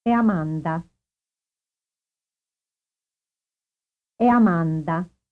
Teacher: Notice that the drop occurs right on the syllable with the stressed vowel.